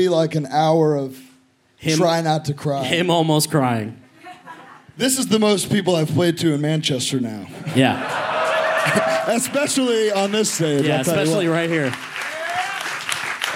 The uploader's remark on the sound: Live at Outbreak Fest (Manchester, UK). To everyone in attendance.